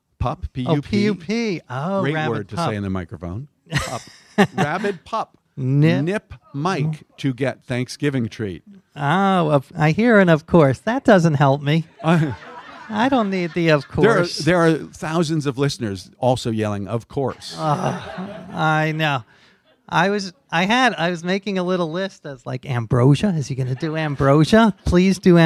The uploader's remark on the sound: At Mohonk Mountain House where we recorded this episode during the Wonderful World of Words weekend. At Mohonk Mountain House where we recorded this episode during the Wonderful World of Words weekend.